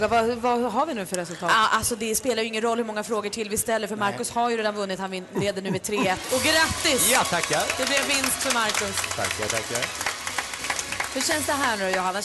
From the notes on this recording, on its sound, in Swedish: Live från Arlanda! Tävlar med resenärer på plats!